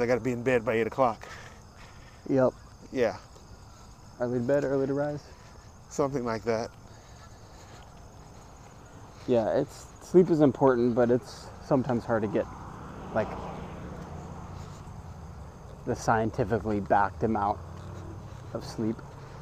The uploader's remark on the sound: In this episode I have a walk and talk